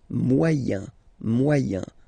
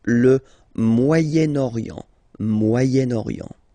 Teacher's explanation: So it's interesting here because normally if you would have only this word here, you would pronounce it moyen, moyen, okay? But then as you've got this vowel after, okay, you've got to make the liaison between the two · Shown in: second take